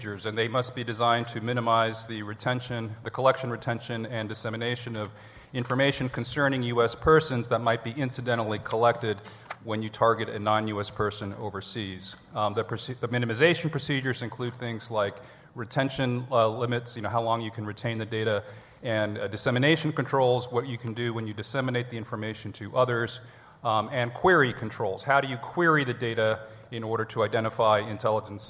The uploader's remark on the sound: LIVE from the Annual Conference